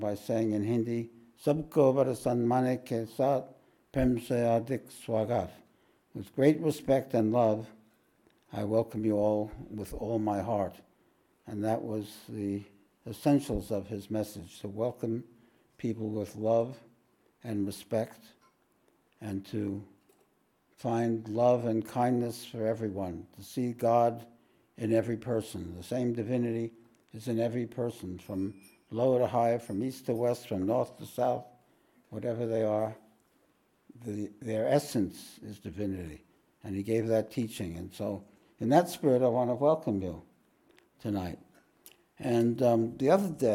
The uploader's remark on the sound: This podcast was recorded live at The Ashram in Mount Eliza on the 25th of March, 2023.